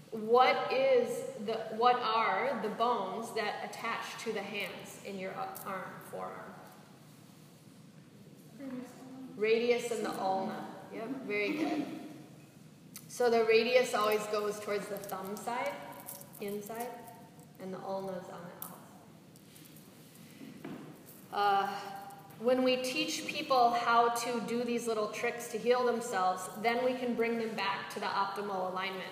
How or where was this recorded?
live audience